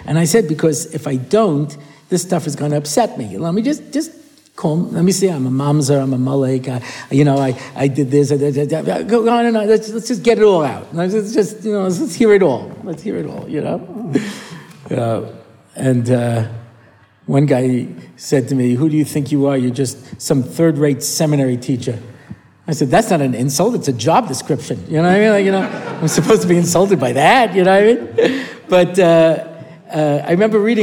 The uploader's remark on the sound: A new parasha shiur, recorded at the Motzei Shabbos Har Nof shiur.